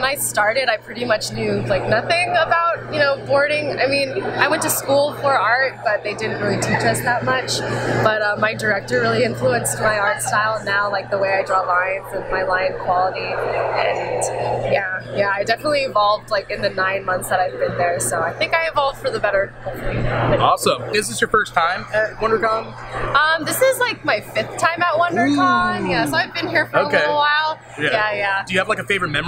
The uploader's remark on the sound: Live From WonderCon2018!